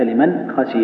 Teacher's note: أظهر النون عند الخاء